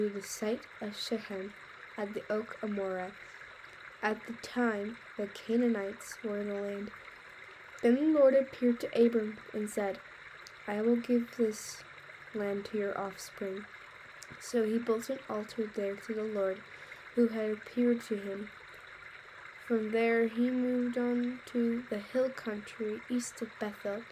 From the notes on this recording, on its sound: Background sounds: Creek